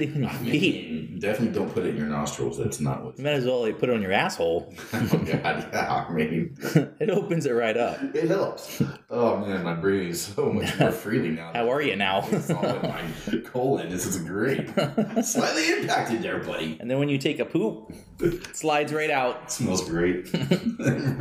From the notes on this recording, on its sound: we're hampered a bit by one mic